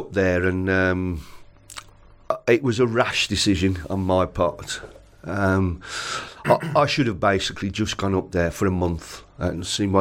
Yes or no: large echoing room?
no